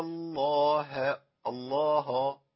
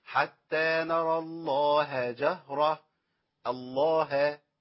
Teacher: الهاء في اسم الجلالة مرققة على طول · Shown in: second take